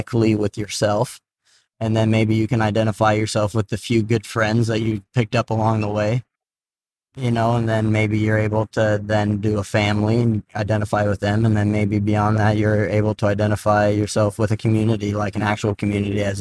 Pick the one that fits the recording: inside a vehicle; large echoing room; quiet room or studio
inside a vehicle